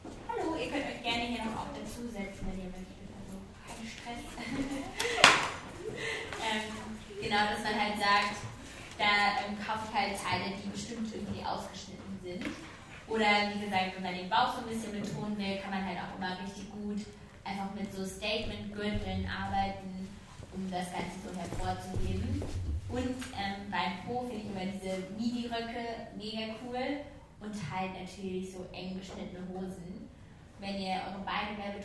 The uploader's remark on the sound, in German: Live Podcast. Zusammen mit den Google Pixel Studios* hatte ich nämlich die Möglichkeit, vor Publikum meine Ansichten bezüglich des Themas "den eigenen Stil finden" zu teilen.